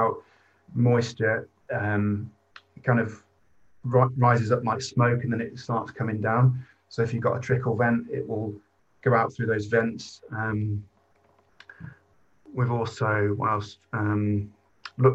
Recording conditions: video call